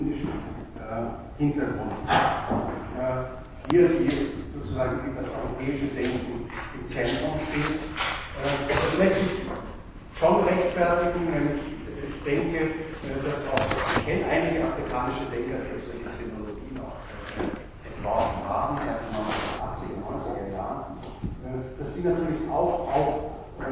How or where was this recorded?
large echoing room